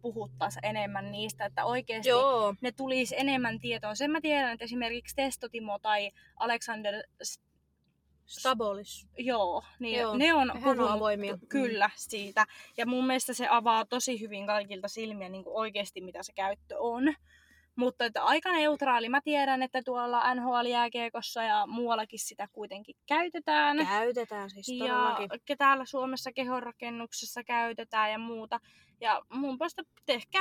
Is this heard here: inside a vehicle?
yes